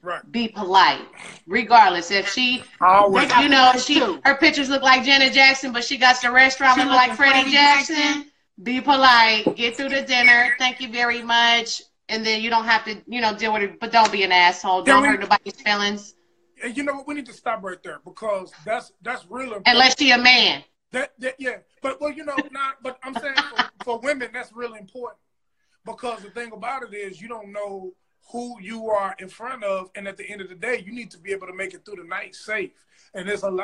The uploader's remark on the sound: live on IG Live